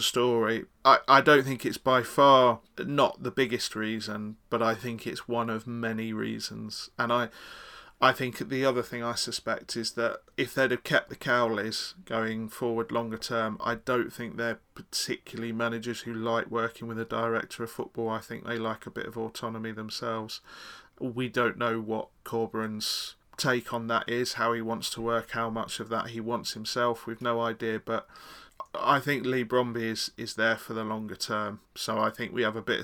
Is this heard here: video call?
no